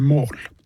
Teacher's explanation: skrives med M-O-L, men O-en er åpen, så den er mål